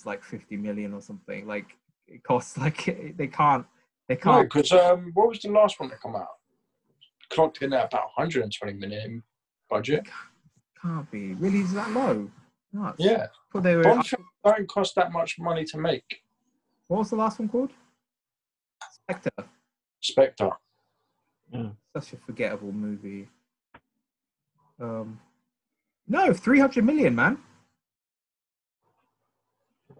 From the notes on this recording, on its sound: jump onto Zoom for a long overdue catchup